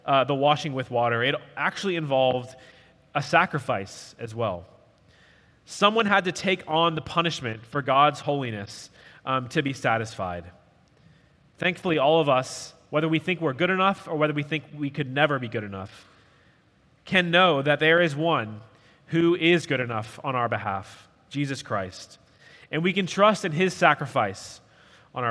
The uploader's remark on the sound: At Redeemer Presbyterian Church in Charleston, SC